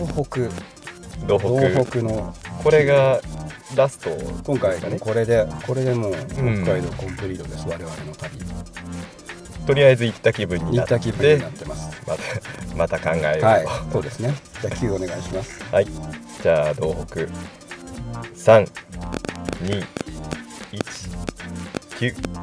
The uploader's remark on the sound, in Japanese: 左側ノイズ多くてすみません。